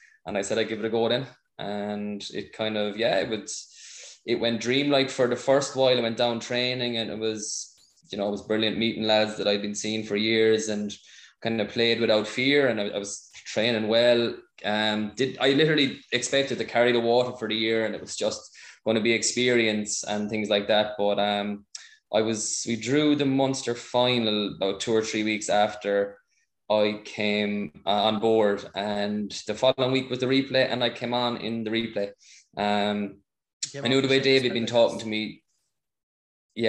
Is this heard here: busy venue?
no